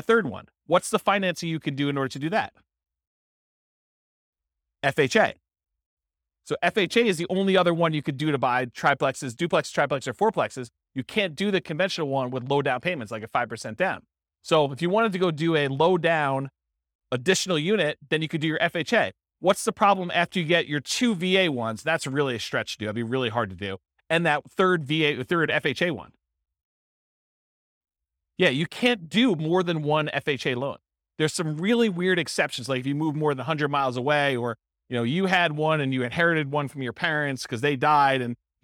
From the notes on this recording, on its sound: This was a live class recorded